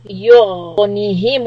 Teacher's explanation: for غين with the sukun, we are going to hold the sound.